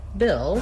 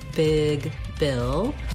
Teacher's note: we have the vowel ih, which is a lax high front vowel